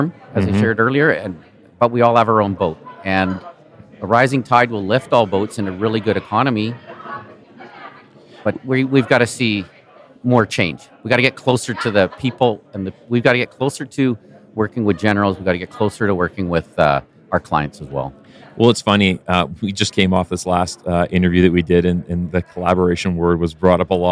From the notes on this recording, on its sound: From the conference floor at the VRCA Construction Leadership Forum 2023.